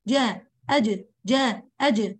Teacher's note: في الجيم انغلاق كامل